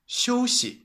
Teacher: the second character, usually you pronounce it as 息, first tone, but in that word, it's a neutral tone. 休息.